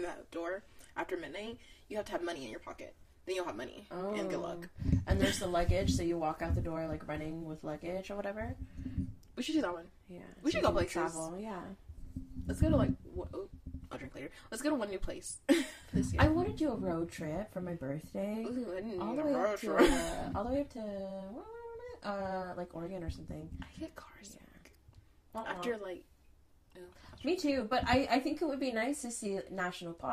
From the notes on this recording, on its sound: We apologize about the weird sound in advance. Stop fidgeting with her mic.